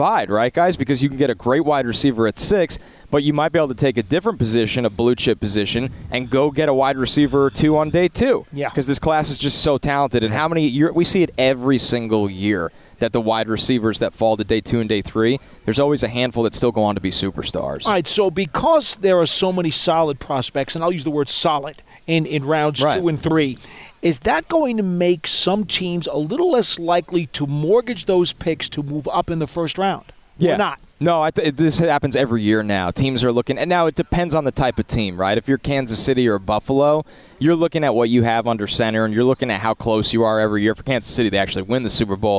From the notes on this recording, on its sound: Live from the NFL Combine.